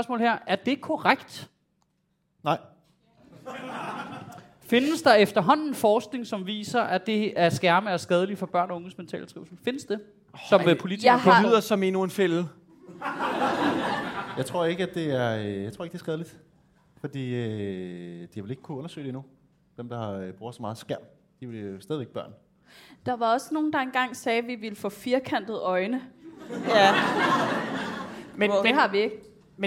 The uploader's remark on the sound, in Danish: Afsnittet er optaget live på Comedy Zoo